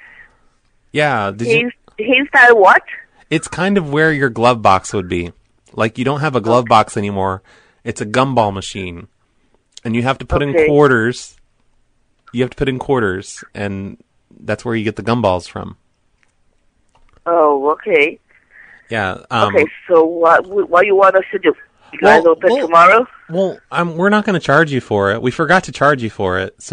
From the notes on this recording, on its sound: Prank Phone Calls Collection